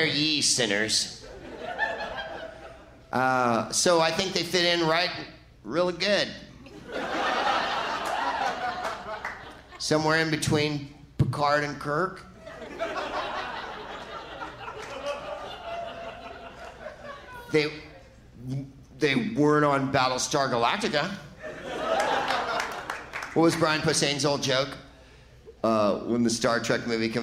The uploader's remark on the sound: Live from the Varsity Theater in Minneapolis